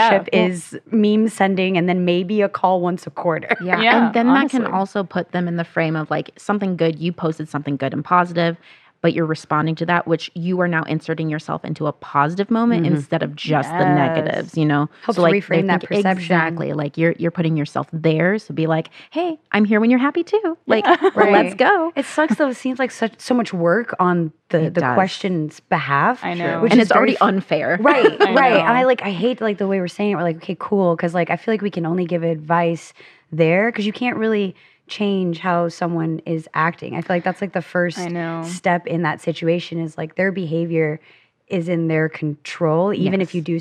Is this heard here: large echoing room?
no